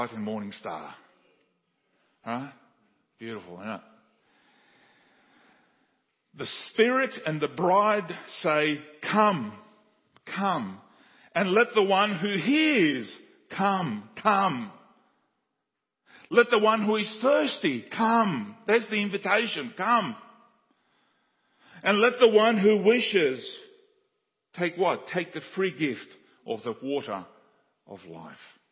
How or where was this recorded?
large echoing room